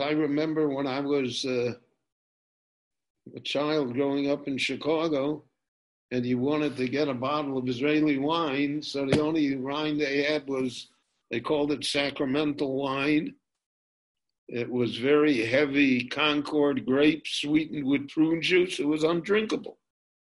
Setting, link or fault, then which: link, video call